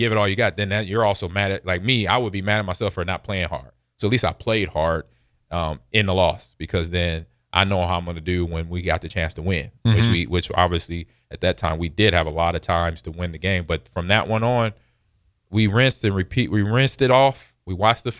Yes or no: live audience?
no